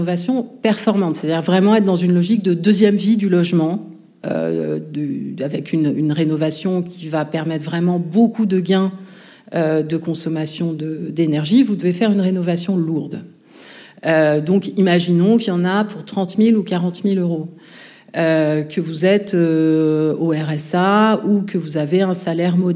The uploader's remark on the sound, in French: Enregistrement en public de Chaleur humaine, le 21 novembre 2023 à Paris, à la Bibliothèque nationale de France. Merci à la BNF pour son accueil.